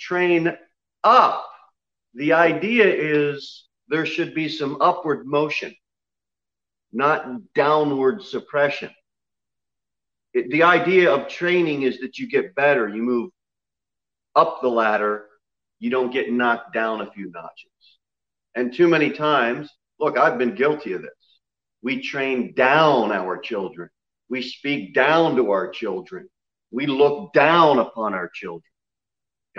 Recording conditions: large echoing room